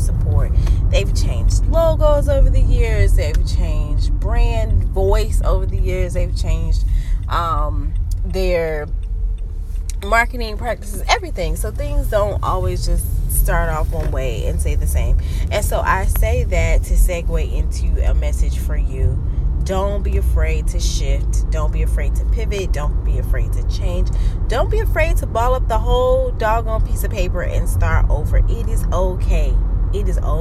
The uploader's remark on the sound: This episode was recording in one of "favorite" places, THE CAR! You may hear the road in the background or a turning signal.